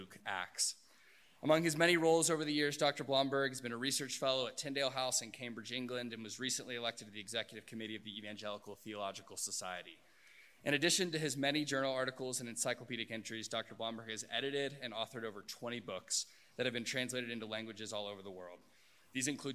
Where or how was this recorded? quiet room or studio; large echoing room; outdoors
large echoing room